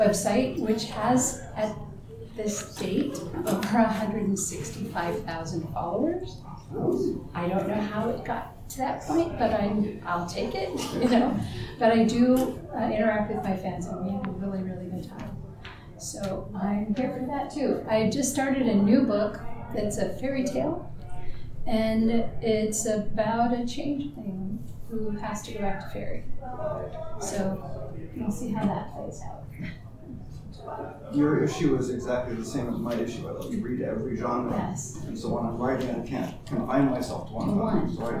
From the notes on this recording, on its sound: Recorded 11/10/2023 Friday – Panel Room 1 8:00 pm